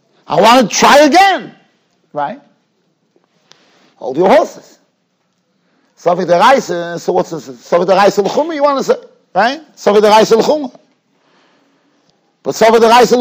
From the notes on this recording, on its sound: Shiur recorded in Yeshivas Ohr Reuven, Monsey, NY.